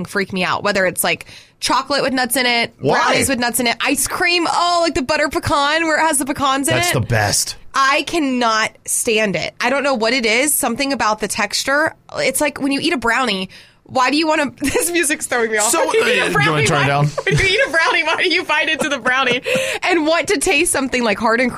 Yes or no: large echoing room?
no